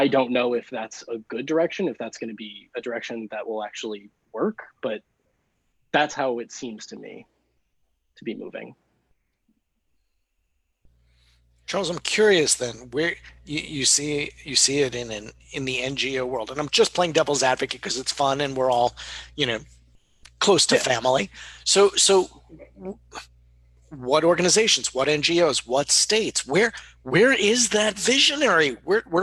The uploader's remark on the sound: As I am sure you are aware, we are recording this special live show via Zoom, and so please bear with us as we figure out the kinks. Tonight we are joined by some friends of the show.